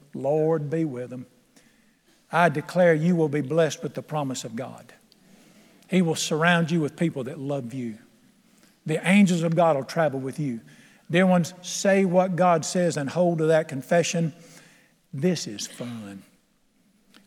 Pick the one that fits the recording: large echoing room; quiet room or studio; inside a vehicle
large echoing room